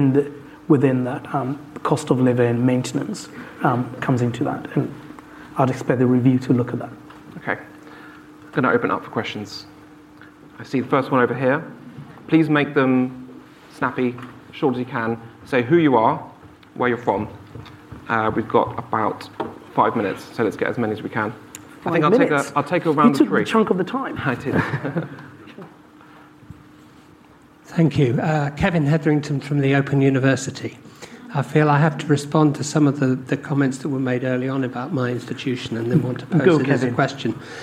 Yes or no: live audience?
yes